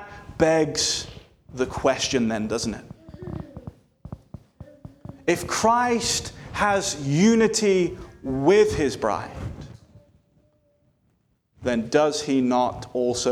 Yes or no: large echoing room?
yes